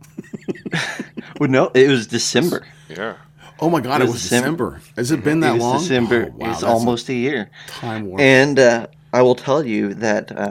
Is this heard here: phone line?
no